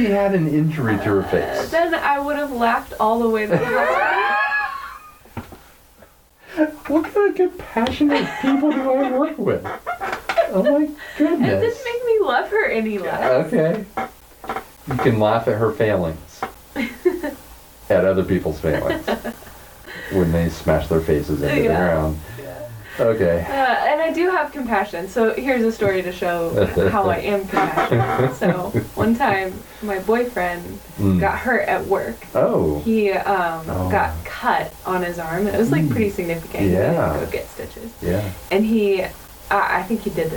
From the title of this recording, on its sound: sound issues